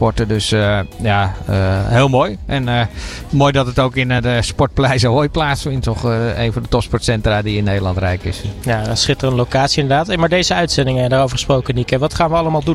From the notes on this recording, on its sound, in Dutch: Op maandag en vrijdag live vanaf de European Para Championships in Rotterdam Ahoy.